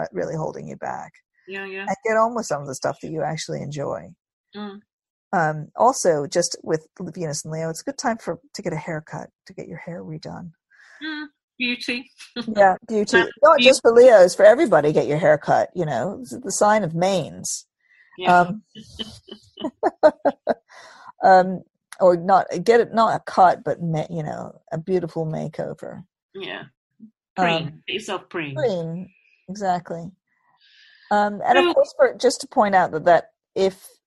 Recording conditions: video call